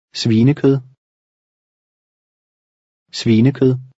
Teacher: the V is closer to a W, and it ends in a soft D.